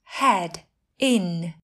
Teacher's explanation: Đọc nhanh thì nối âm thành heading.